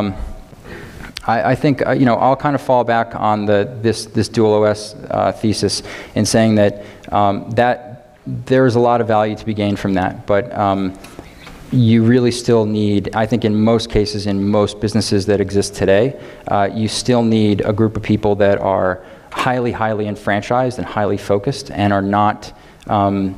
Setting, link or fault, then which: setting, live audience